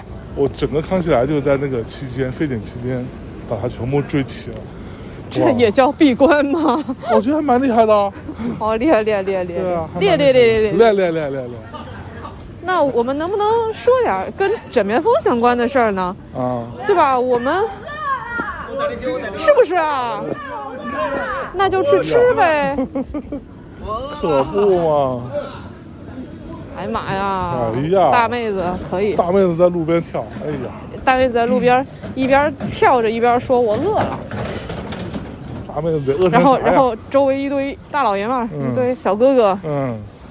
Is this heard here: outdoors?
yes